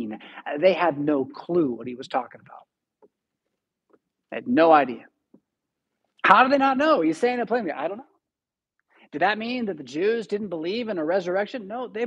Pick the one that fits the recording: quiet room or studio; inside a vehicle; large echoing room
large echoing room